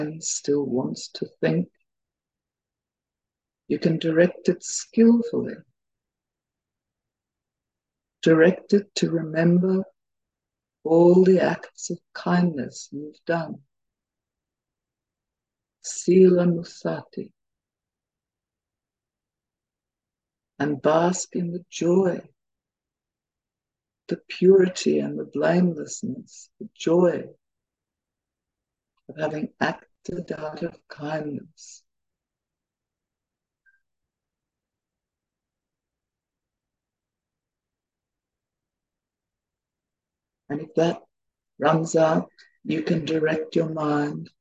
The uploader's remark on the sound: We apologise that the talk starts at 30 minutes into the teaching and at times the audio is very poor. Due to an international audience, these weekly Tuesday night teachings are happening via Zoom from Bodhinyana Monastery.